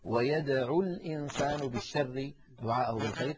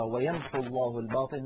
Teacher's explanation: فيحذف حرف المد وهو الواو في الوصل